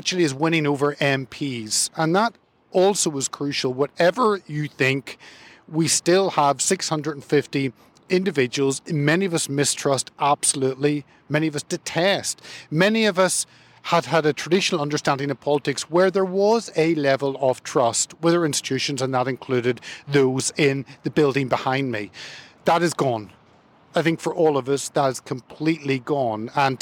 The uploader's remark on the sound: his message afterwards to the supporters gathered outside in Parliament Square